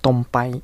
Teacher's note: われている方が多い印象ですし、仲間内とか親しい間柄からカジュアルな会話の際はカップで終わらせてる感じ、結構使い分けしてません？確かにすごくね、そんな感じあると思います、うん、なので例えばニュース番組などをタイ語で見ているとみんなクラップクラっていうふうにしっかり言うのですけれども、はい、おそらくそのキャスターの方もプライベートではカって言っているんじゃないかなと思います。そうですね、そうですね、まあ、その辺使い分けもされるといいかなというふうに思います。この L や R がかなり弱くされる例なんですけれども、他にもいくつか例を挙げてみますと、例えばタクシーに乗ってドライバーさんにまっすぐ行ってくださいという時のトロンパイっていうふうに言うのですけれども、このトロンパイがトンパイに聞こえたり